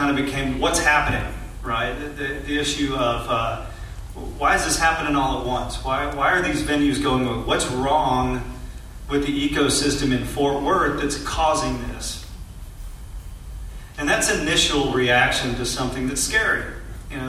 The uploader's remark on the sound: Hear Fort Worth Town Hall. It was a very well-attended event, and it was great seeing so many people come together and actually care about what is going on in our scene. This is audio of almost the entire event, we left midway through the Q&A due to previous commitments.